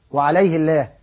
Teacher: حفص الذي قرأ بالضم هو فخم اللام طبعا